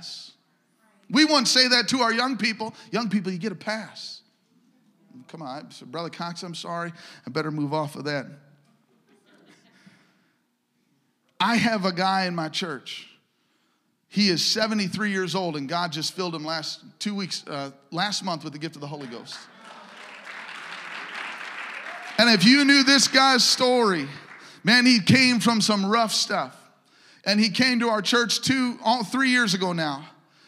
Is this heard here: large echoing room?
yes